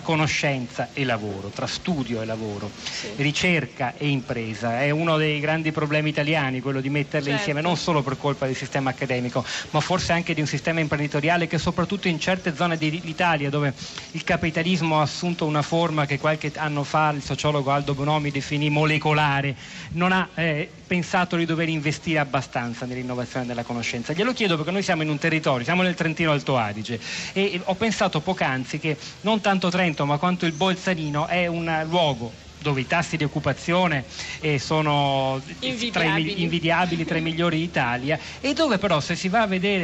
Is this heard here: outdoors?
yes